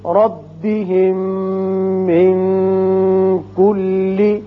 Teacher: یہاں میم ساکن کے بعد میم متحرک ہے، ادغام غنے کے ساتھ کریں گے، یہاں نون پر اخفا ہوگا۔